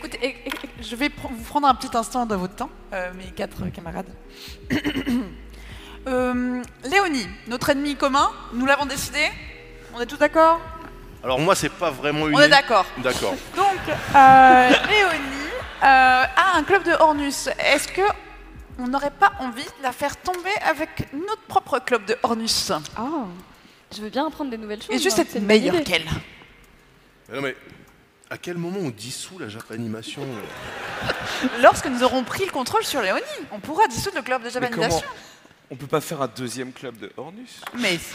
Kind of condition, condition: setting, live audience